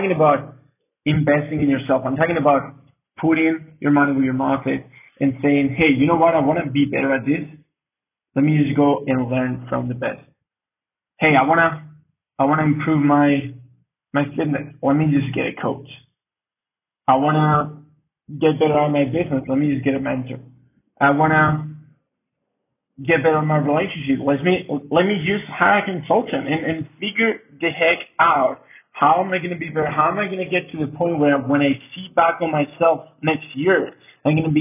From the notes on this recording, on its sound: Sorry for the quality of the sound, we had some technical problems